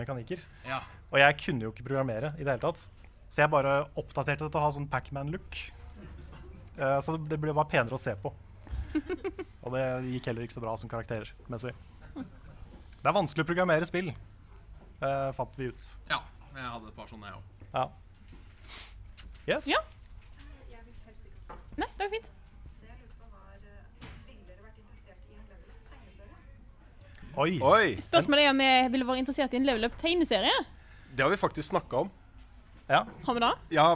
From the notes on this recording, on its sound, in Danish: LIVE fra Tilt. Begivenheten ble markert med liveshow på Tilt i Oslo.